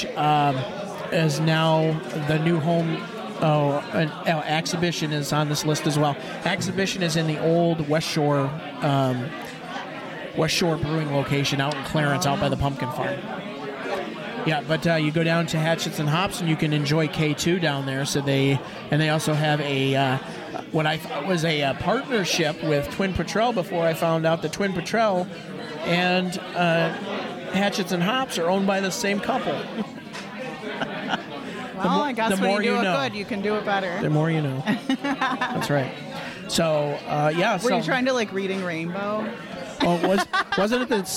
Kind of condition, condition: setting, busy venue